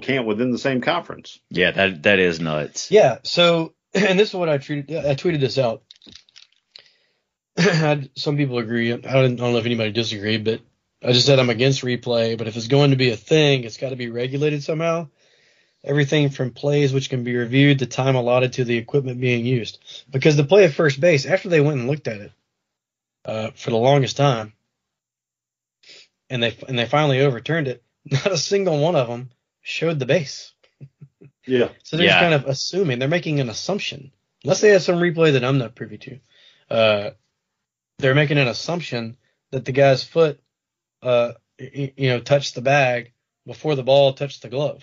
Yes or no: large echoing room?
no